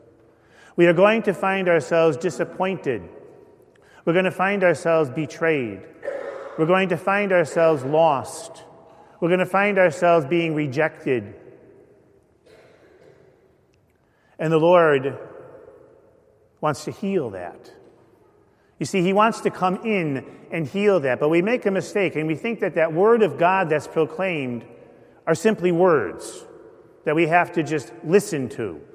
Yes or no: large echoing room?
yes